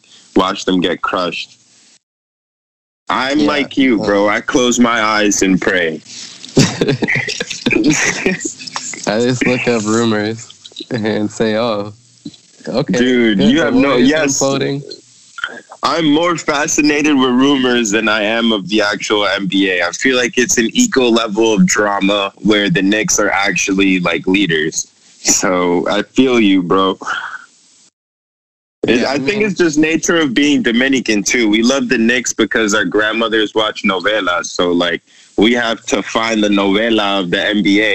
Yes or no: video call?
yes